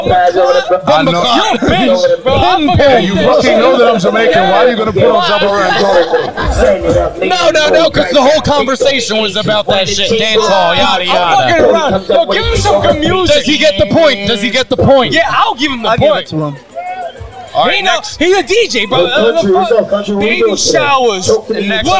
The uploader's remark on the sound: LIVE from Rucker Park